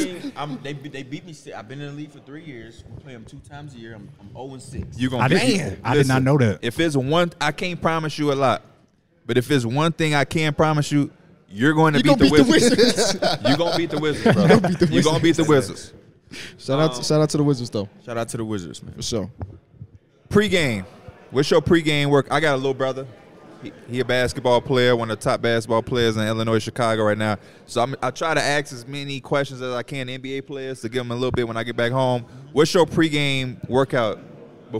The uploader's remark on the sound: We're here live in Salt Lake City for NBA All-Star Weekend.